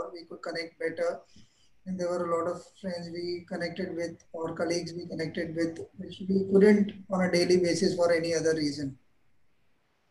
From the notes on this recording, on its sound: This is the audio part of a video conversation.